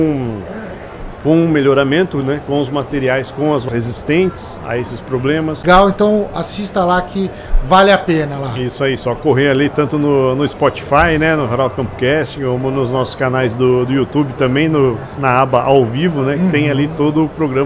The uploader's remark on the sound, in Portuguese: Estamos ao vivo durante a Hortitec 2023